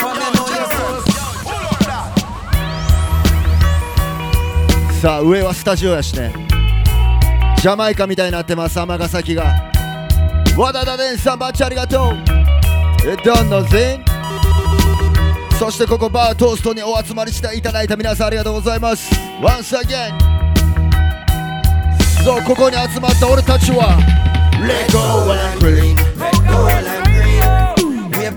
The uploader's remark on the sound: LIVE FROM BAR TOAST 2023